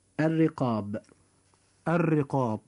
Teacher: كلمة الرقاب جاء كذلك حرف الراء مكسورا فيجب أن يرقق فينطق هكذا الرقاب الرقاب. · Term: ترقيقها